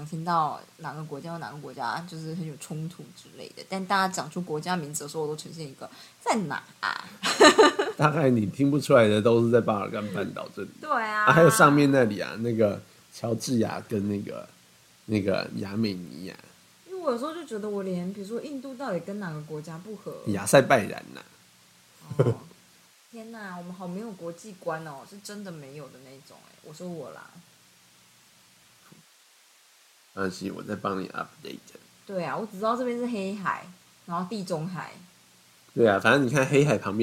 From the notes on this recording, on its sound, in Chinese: 我覺得收音忽弱忽小很困擾!